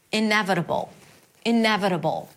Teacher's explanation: Primary stress is on ne.